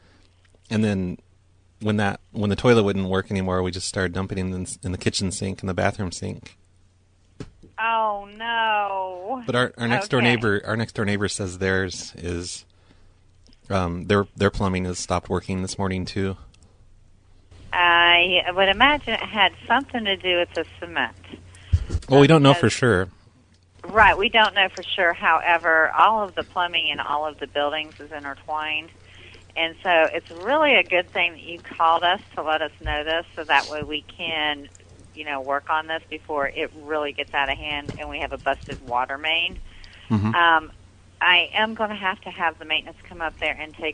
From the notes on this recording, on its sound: Prank Phone Calls